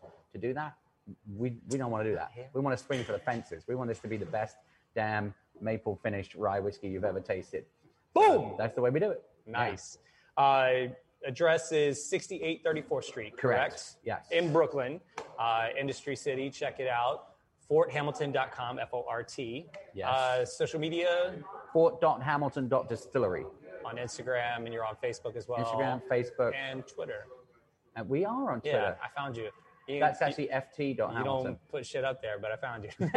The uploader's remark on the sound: Today's episode of the Entrepreneurial Web is coming live from Fort Hamilton Distillery in Brooklyn's Industry City